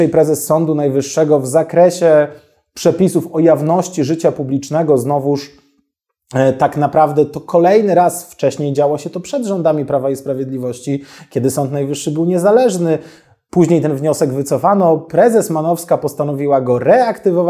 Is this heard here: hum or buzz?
no